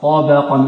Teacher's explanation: الطاء مفخمة والقاف مفخمة، وبينهما الباء مرققة